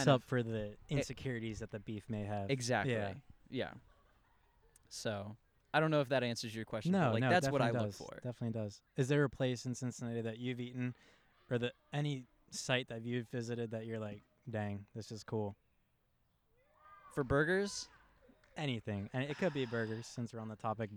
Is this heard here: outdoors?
yes